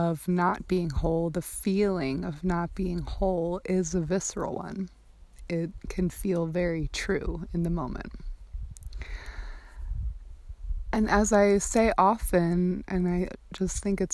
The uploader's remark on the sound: This episode was recorded outside while I was on retreat-excuse/enjoy the organic background sounds :)